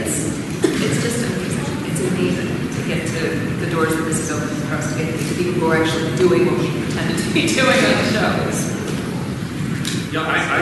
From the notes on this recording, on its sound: SDCC Star Trek 50th Anniversary Press Conference. This was a press invite only session at the Bayfront Hilton after Hall H.